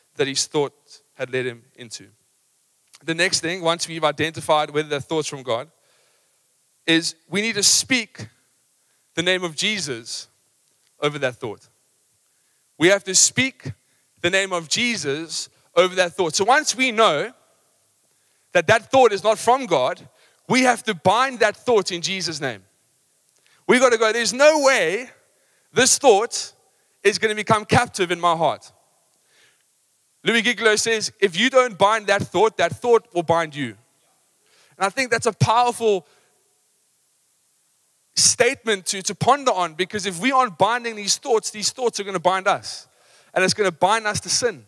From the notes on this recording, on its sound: Recorded live on Sunday the 15th October 2023